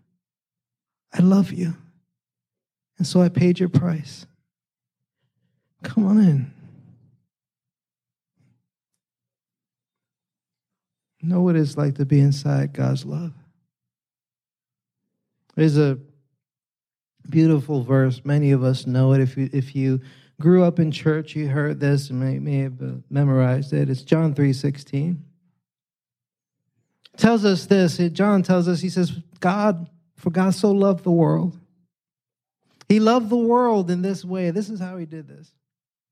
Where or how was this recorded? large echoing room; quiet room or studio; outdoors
large echoing room